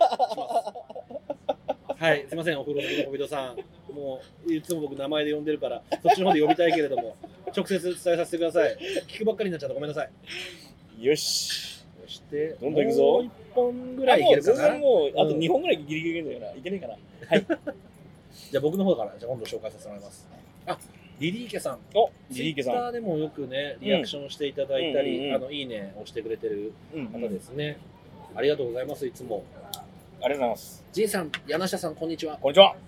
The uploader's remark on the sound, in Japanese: 東京にやってきた。上野の路上で雑に収録した今回の「ブックブックこんにちは」は、雑談多めの雑音多め。雑音というノイズはある。